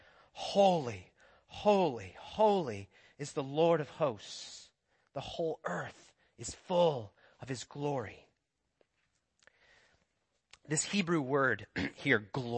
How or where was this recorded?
large echoing room